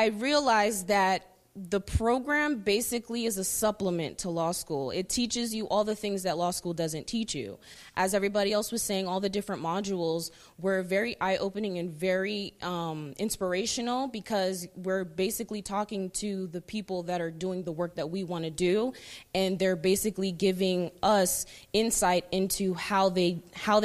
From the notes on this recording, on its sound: This event was recorded live in March 2019 at the Portico Cafe, in Tampa, Florida.